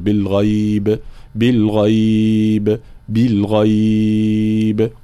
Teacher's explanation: هنا يصير لنا مد حال الوقف وهو مد اللين، يجوز فيه الأطوال الثلاث مثل المد العارض القصر أو التوسط أو الطول، بالغيب بالغيب بالغيب، كلها أوجه جائزة.